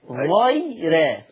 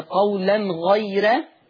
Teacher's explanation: لما يجي قبلها ياء مادية أو لينة يعني ياء ساكنة هنرقق الراء